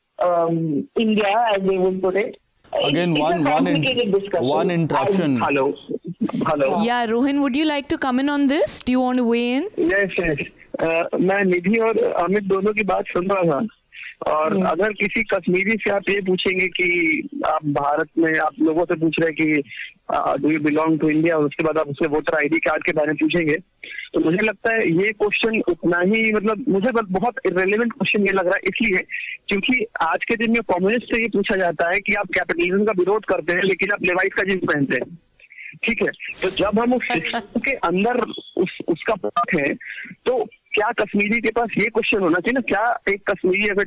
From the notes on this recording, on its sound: join us over the phone